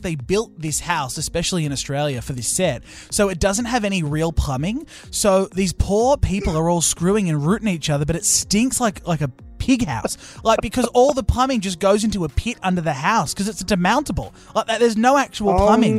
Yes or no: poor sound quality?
no